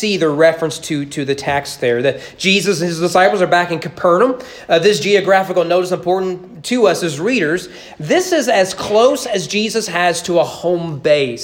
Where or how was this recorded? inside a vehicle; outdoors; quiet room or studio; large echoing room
large echoing room